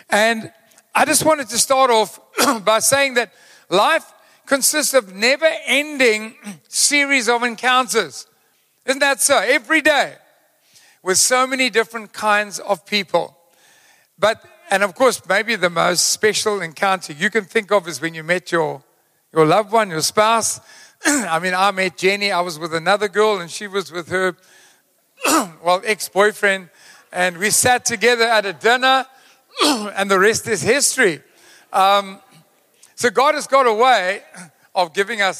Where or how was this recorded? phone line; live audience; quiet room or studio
live audience